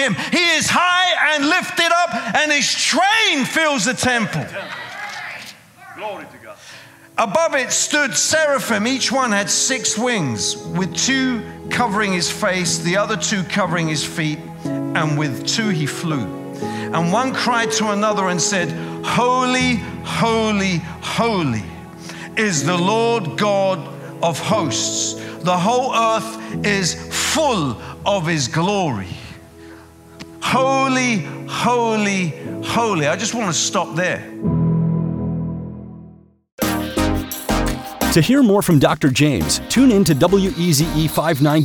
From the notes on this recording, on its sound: preaching at a CCF Ministries in Lowell